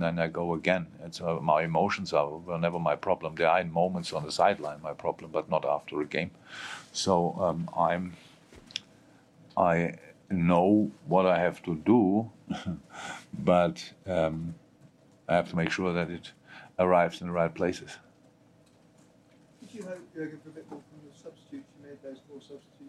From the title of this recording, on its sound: Post-Match Press Conference